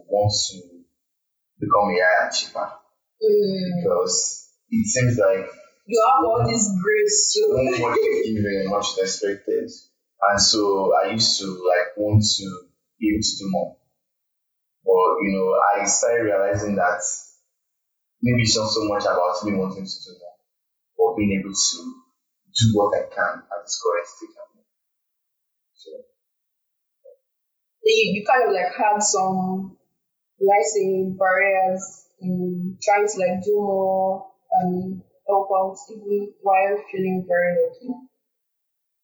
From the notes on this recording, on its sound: this audio is not in the best form